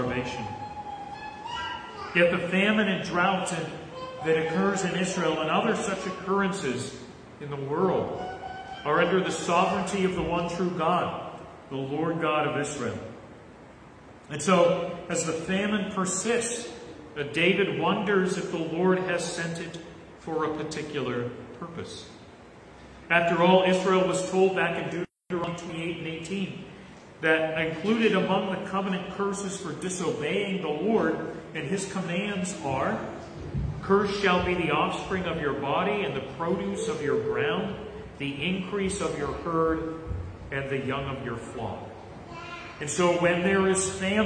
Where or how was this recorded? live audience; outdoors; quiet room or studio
live audience